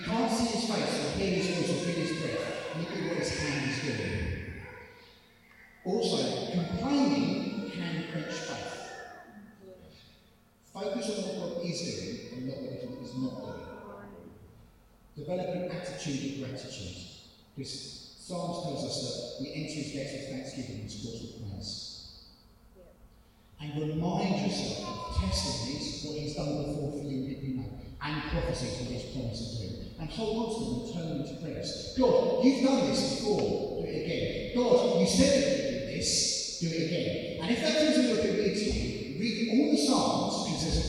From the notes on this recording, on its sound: This audio is very poor quality, sorry!